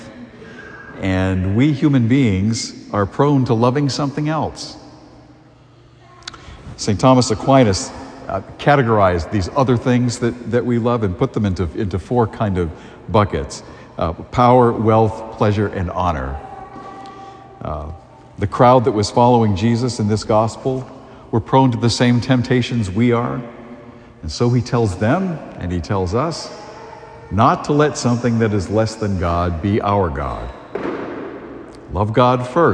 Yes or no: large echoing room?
yes